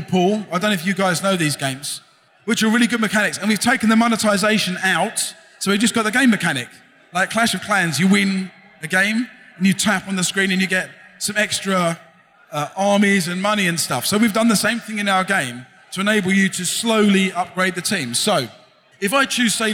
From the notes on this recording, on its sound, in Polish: Nagranie to jest zapisem sobotniego panelu na scenie głównej festiwalu Pixel Heaven 2016 . Prelekcja w języku angielskim.